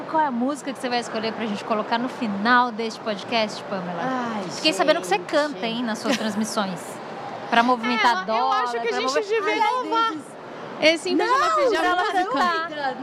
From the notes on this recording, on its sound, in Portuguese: gravado direto da Expert XP 2023